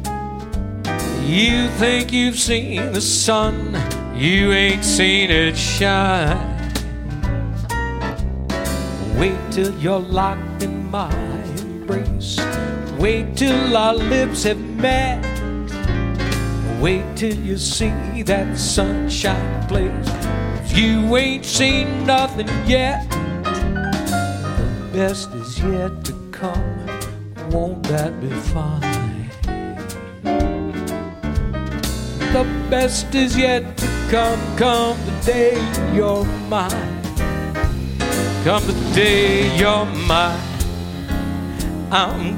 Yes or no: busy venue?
yes